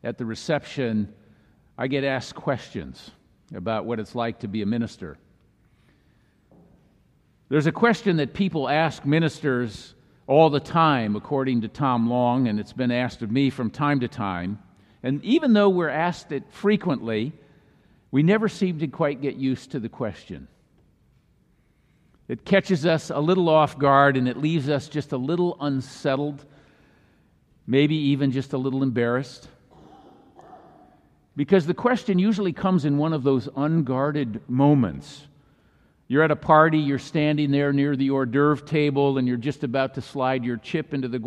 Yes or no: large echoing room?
yes